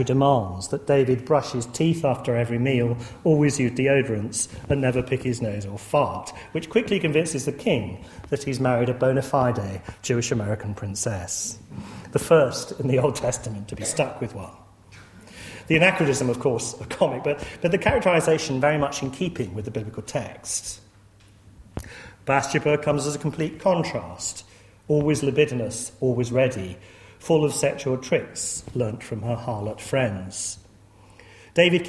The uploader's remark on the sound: lecture series held at Corpus Christi College